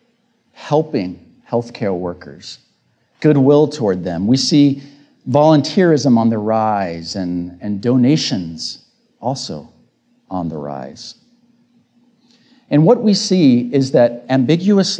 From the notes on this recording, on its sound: This episode features the audio of my recent Tedx Talk with a brief intro.